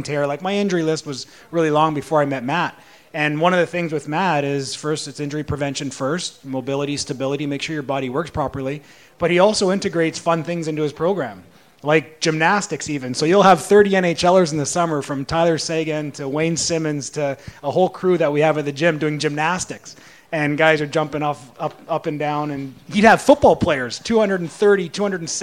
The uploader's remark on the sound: PuckTalks Live Panel. At the PuckTalks Live event on March 29.